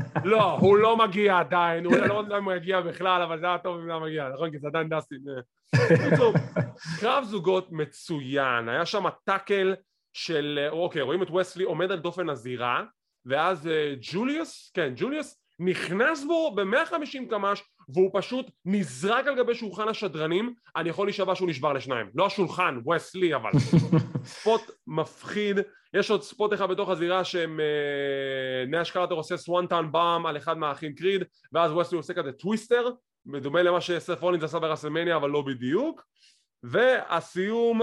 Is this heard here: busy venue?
no